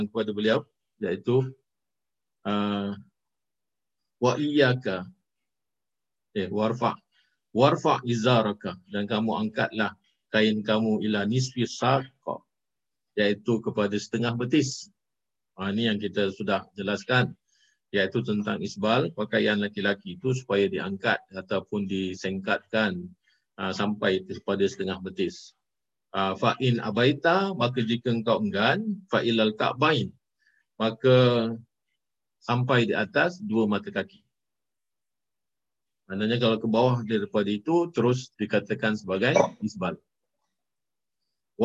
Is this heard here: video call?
yes